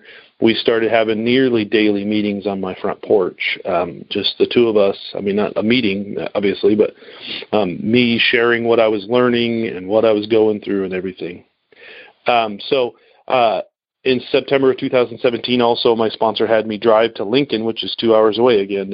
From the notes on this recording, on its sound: Noon Phone Speaker Meeting